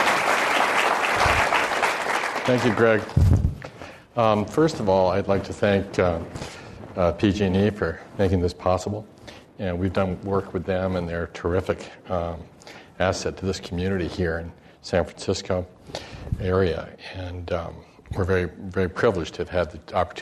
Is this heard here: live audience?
yes